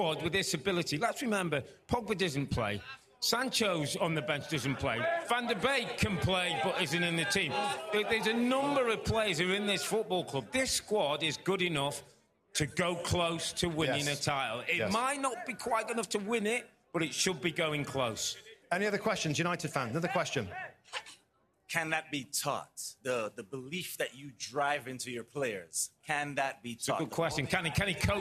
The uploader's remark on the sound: Take questions from a live audience in Los Angeles as they wrap up NBC's coverage of the Premier League Mornings Live Fan Fest from Los Angeles.